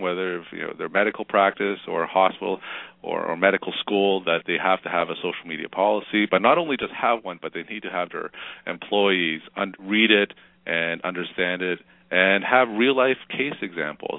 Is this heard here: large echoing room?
no